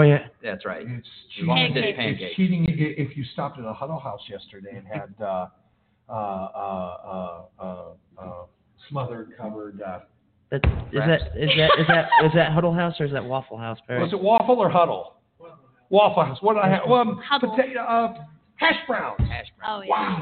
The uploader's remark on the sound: LIVE from the 2018 AMVETS National Convention.